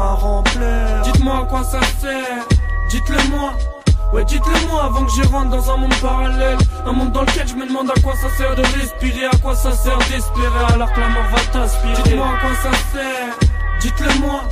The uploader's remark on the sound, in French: Enregistré en direct de la Friche La Belle de Mai à Marseille. Pour la 1re édition du So good Festival. Ce sont pas moins de 5 invitées qui se succédent au micro.